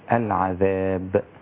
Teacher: الوقف على الباء بالقلقلة، العذاب